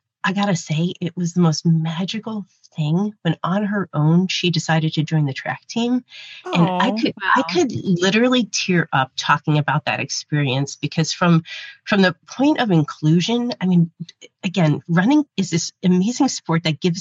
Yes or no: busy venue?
no